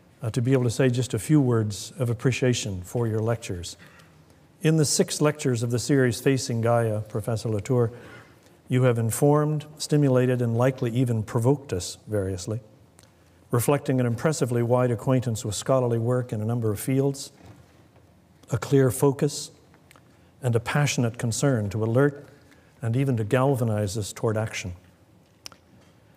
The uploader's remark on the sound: Delivers the Gifford Lecture series. Recorded on Thursday 28 February 2013 at St Cecilia's Hall, the University of Edinburgh.